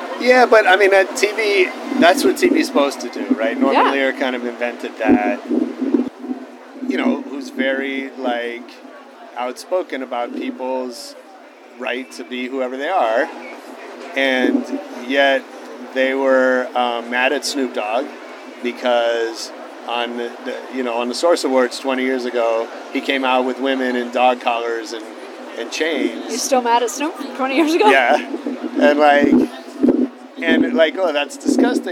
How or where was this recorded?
outdoors